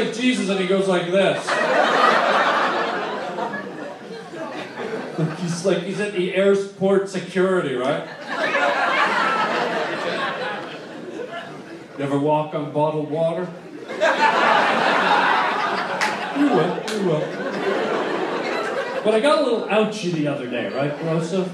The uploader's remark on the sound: some fun moments of LIVE stand up at The COMEDY STORE!